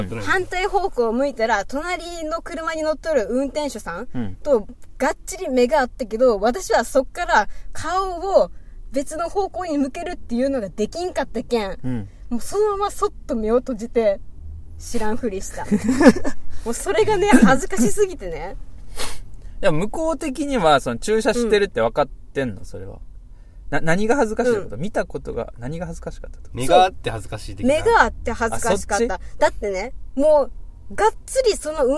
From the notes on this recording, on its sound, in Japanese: スタジオを飛び出しての収録～！機材車 ではなくディレクターの車で収録しました。（サヌキロックの会場にて）。